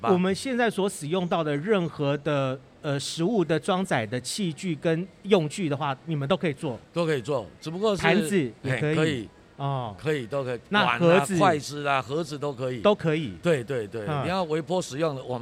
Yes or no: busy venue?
yes